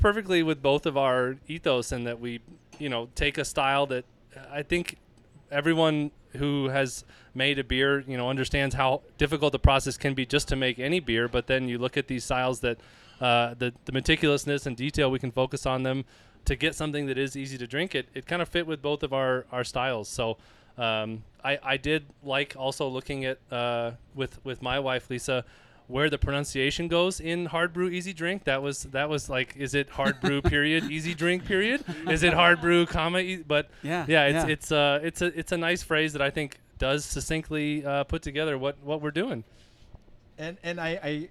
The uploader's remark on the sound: Last night, we recorded a very special PorchCast. During our Hard Brew Easy Drink event at Goed Zuur, a spontaneous, wild and sour-focused beer & cheese bar located in downtown Denver.